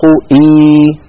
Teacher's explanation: كذلك لا يقول العربي إي، فإن وجد ذلك في كلامه أبدل الهمزة الساكنة ياء مجانسة لكسرة الهمزة الأولى فيصير النطق إي.